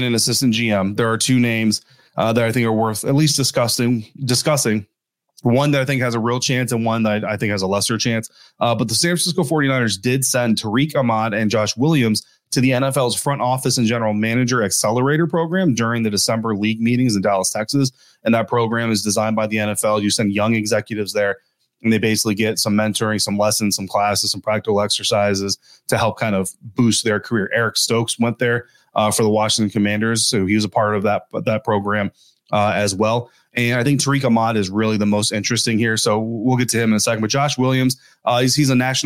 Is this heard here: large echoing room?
no